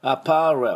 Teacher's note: 前の歯の裏に舌をちょっと軽くつけて終わり